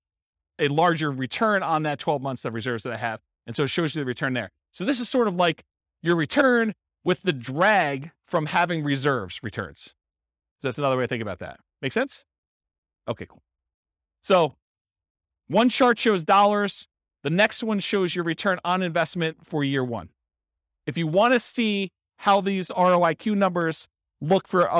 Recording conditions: live audience